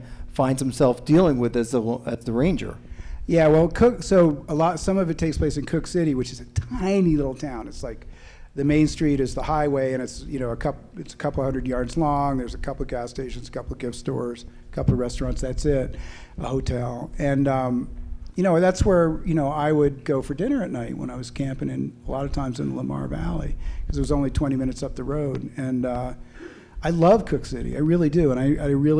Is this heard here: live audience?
yes